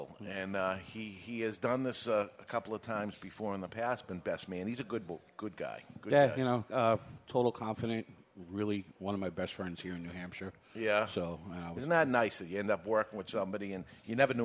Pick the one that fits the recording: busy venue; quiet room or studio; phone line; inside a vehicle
busy venue